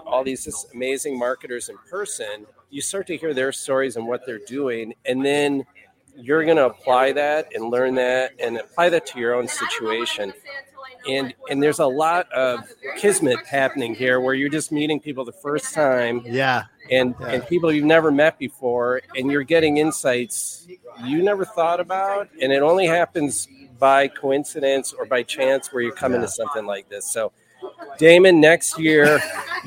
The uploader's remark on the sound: Live at the Industrial Marketing Summit 2024